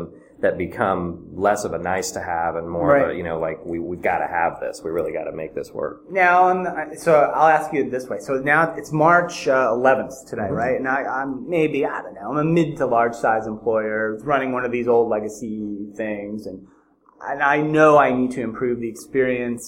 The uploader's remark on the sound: Live from Benefitfocus OnePlace 2015. Did a live show from the Benefitfocus OnePlace 2015 event in Orlando, Florida.